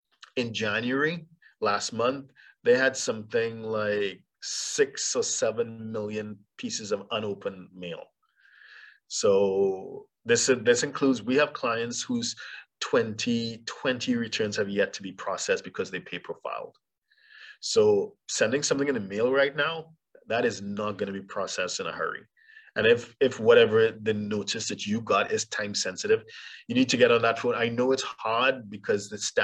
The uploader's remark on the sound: For those joining us on Zoom.